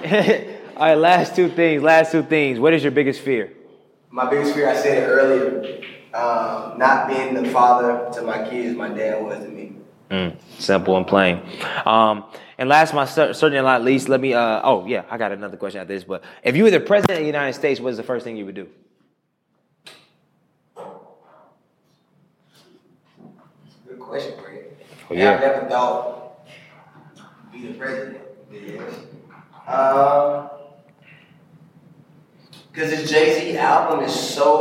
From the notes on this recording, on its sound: Another exclusive live podcast edition from our first tour stop in Charlotte, North Carolina.